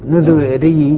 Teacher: ولما كان في الأصل ياء إذن هي مكسورة في الأصل، نذري والراء المكسورة مرققة